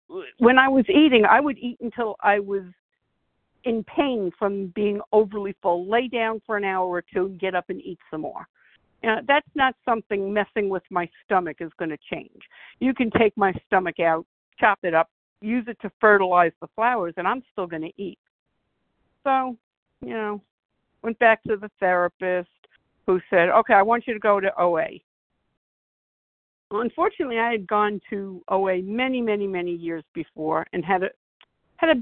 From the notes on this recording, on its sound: 100 Pounders Phone Meeting, 4/13/23.